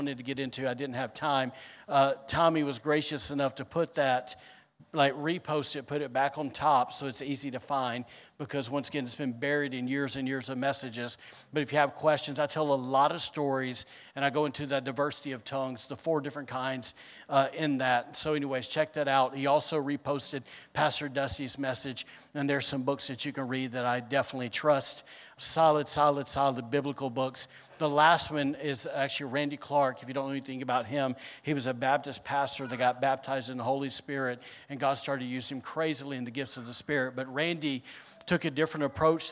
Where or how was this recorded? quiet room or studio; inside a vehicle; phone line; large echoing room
large echoing room